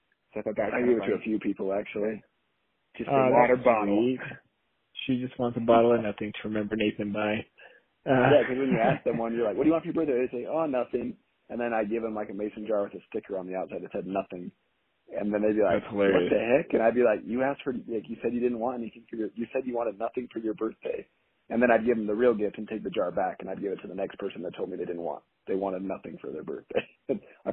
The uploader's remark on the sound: Audio for this episode was recorded via phone call and is not our typical quality.